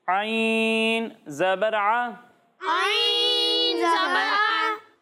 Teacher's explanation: جب ہم عین کی ادائیگی کریں گے تو اسے حلق کے درمیانے حصے سے پڑھیں گے